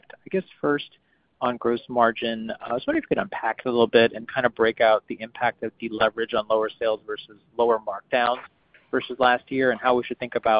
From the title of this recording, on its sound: Earnings Conference Call